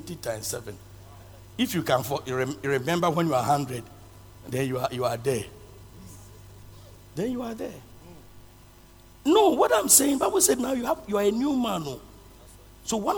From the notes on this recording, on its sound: Preached at Loyalty House, Abbey, Dahwenya